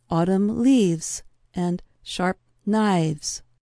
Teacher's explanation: Sometimes a consonant changes, as with words that end in an F sound, such as leaf. The voiceless sound F takes on a voiced quality, or V, and an S sound is added to the word.